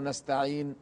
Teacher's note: يطبق الشفتين عقب النون، فكأن آخر الكلمة ميم، نستعين. لا هو يعني هو قرأها من داخل الفم نون، ولكن عندما ختم بطبق الشفتين كأنها ميم، تولدت ميم.